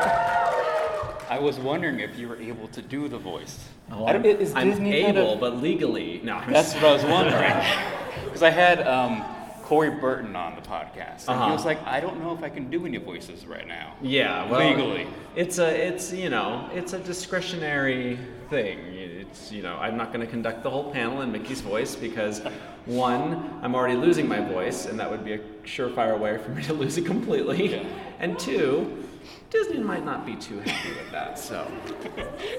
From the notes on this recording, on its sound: Live from FanX in Salt Lake City. Recorded live at FanX in Salt Lake City.